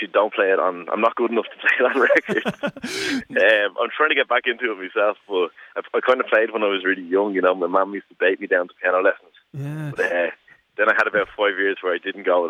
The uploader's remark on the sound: Over the phone. Originally broadcast on Irish Beats on 26th July 2020.